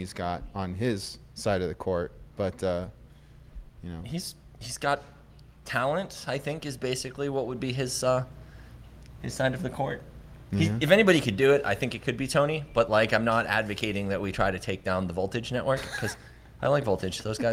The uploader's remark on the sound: Pleb Broadcasting Service was broadcasted from Austin, Texas on August 19th in front of a live Pleb audience.